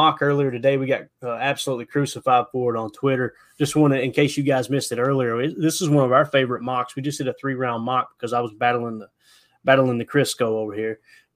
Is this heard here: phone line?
no